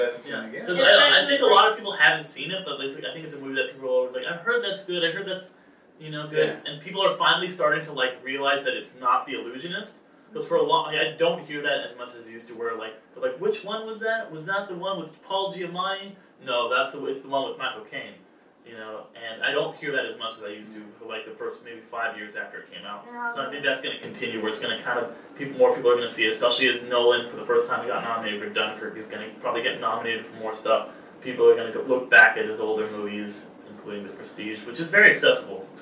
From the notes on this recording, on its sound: Our apologies for some spotty audio involving a nonfunctional microphone (thankfully we were able to salvage audio from a camera) and fireworks going off down the street at Disneyland.